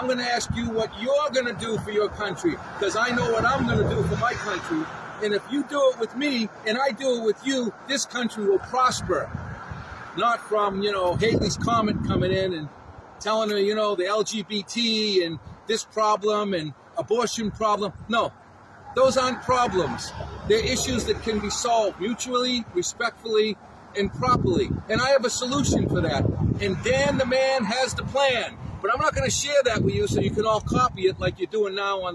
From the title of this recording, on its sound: Live from Flag Museum, Palm Beach